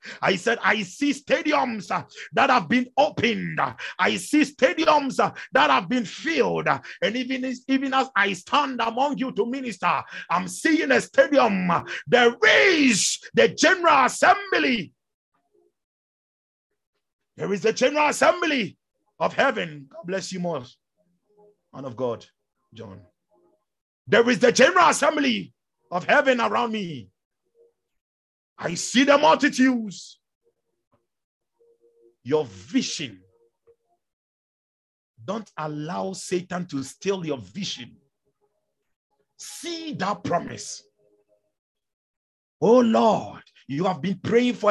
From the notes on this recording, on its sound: Zoom meeting